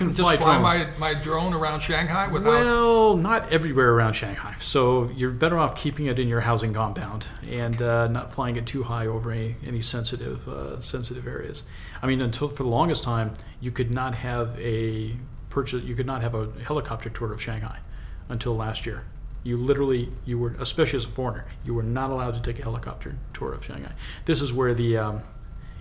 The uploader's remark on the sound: Recorded at the 2017 USC APBO Asia Pacific Business Outlook Conference.